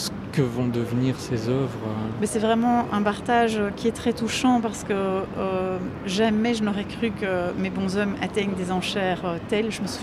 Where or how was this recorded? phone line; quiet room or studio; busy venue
busy venue